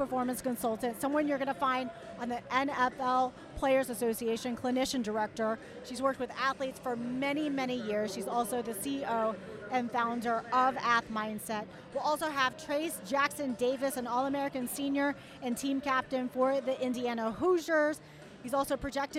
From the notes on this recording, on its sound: Recorded live from Fan Fest during the Men’s Final Four Championships in Houston, Texas.